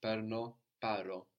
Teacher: So we lose the N, no, of perno, but also it's a little irregular. The vowel changes.